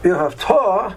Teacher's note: Ve'ahavta, stressing the last syllable, means and you should love or you will love.